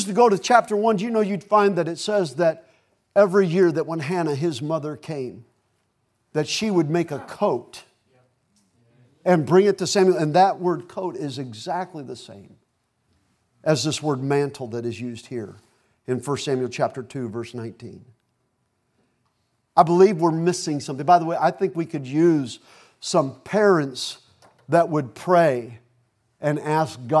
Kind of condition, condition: setting, large echoing room